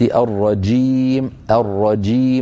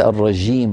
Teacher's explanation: فالجيم يجب أن تكون شديدة شديدة، صوتها محبوس · Shown in: first take · وليس الرجيم رخوة كما نحن معتادون في العاميات. فمن حج، نون